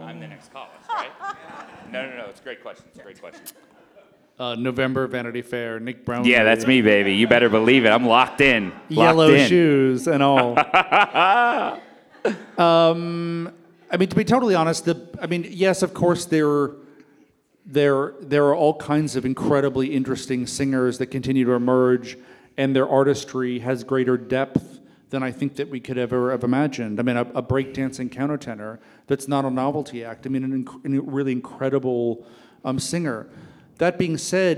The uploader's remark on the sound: Taped in front of a live audience at Los Angeles Opera!